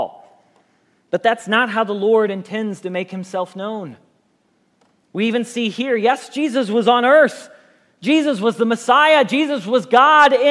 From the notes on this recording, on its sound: Message Preached at Valley Creek Church